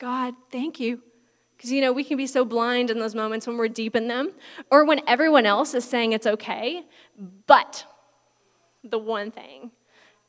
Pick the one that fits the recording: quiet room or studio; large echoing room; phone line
large echoing room